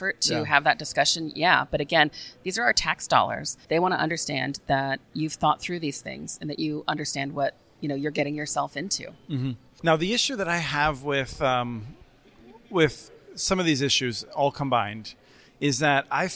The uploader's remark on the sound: This week’s podcast comes from the Fiber Connect 2022 conference held in Nashville, Tennessee last month